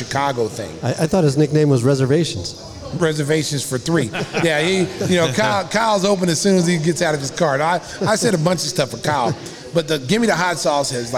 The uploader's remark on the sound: Live at Salutos